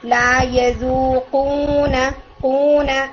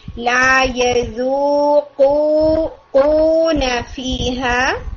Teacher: الشیطان، کچھ جگہ میں آپ کی آواز جو ہے نا وہ ناک میں جا رہی تھی، جیسے لا یذوقون قون، نہیں لا یذوقون، جو واو ہے اس کی ساؤنڈ کو ہم نیزل کیویٹی میں نہیں لے کر جائیں گے · Shown in: second take